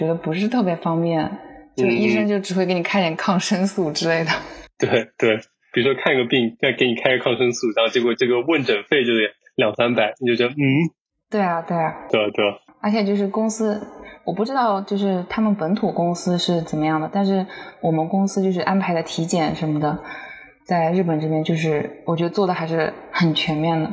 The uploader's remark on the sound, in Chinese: 这期节目我请来了我在东京的同事。抱歉这期音质略有不足。